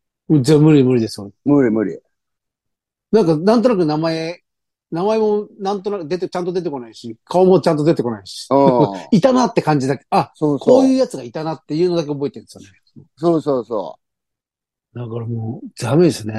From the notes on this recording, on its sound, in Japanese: ZOOMで収録